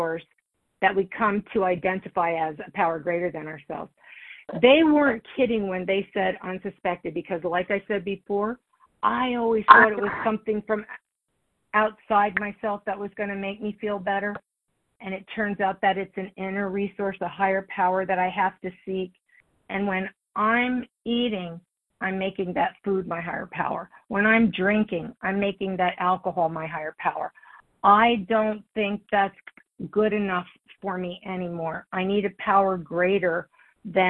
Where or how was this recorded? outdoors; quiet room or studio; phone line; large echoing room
phone line